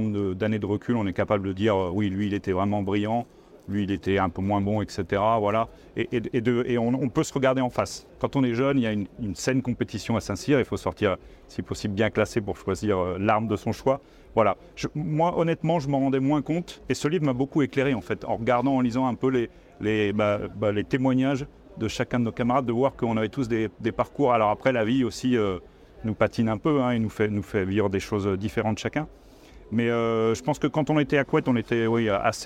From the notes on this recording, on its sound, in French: Un épisode enregistré sur le salon Milipol à Paris.